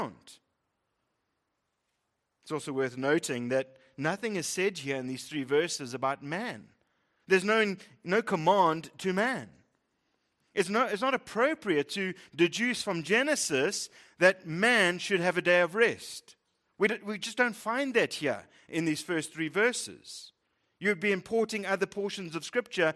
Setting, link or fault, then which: setting, large echoing room